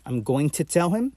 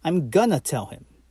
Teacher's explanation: since you don't pronounce that G after going, it's like that N and that T come together · Shown in: second take